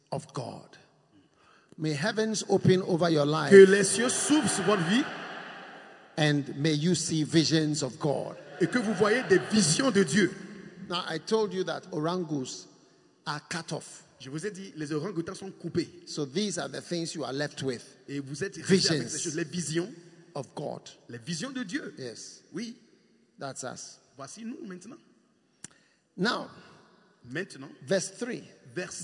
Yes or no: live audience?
yes